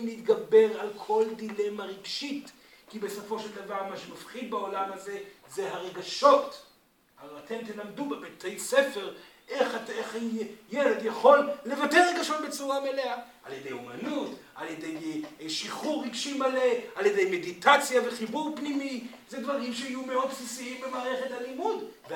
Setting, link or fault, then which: setting, live audience